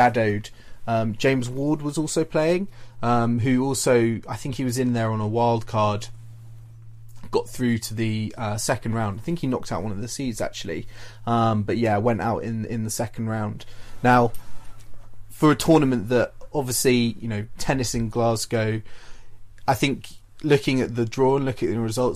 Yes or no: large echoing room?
no